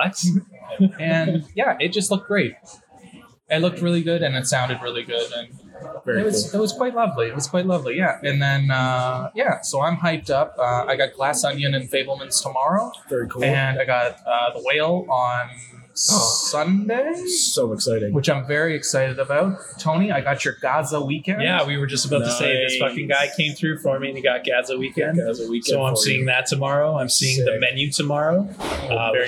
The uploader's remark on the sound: The boyz were on location at TIFF '22.